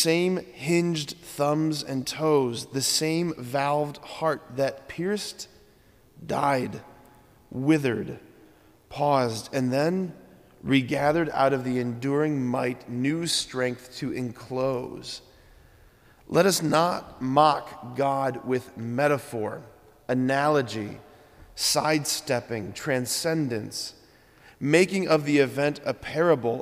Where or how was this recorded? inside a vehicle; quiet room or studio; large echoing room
large echoing room